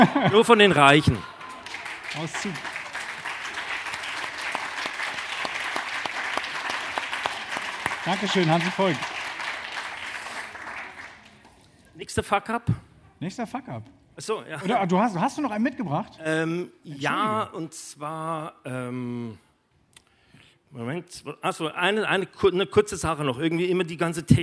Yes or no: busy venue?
yes